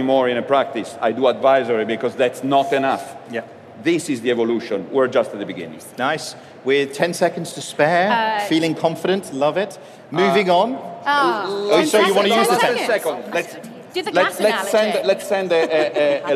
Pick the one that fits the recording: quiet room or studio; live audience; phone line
live audience